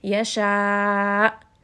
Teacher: have a little bit of that jerk at the end when you have Hamza with sukun